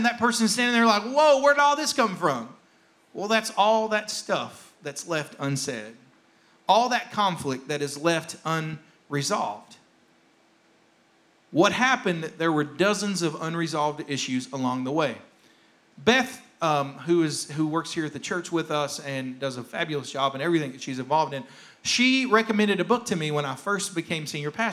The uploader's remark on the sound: rebroadcast of our service